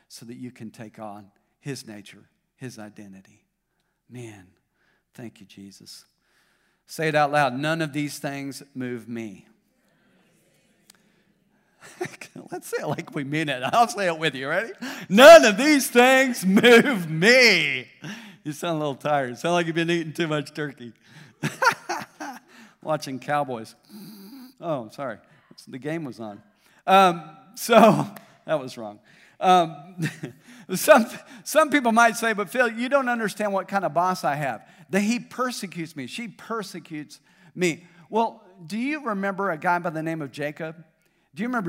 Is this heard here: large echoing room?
yes